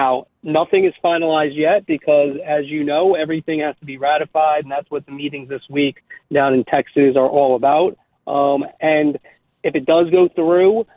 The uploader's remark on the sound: we start taking some of your phone calls